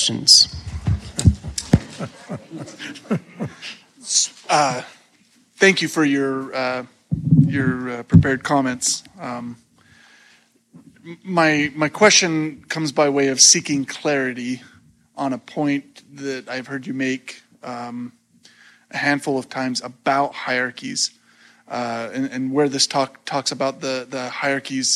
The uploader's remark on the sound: This lecture was delivered at the Sunstone Symposium in Sandy, UT on July 29th 2023.